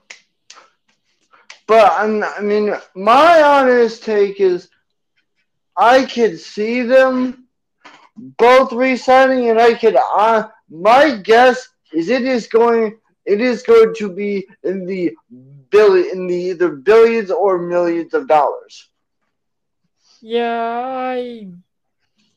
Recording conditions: poor sound quality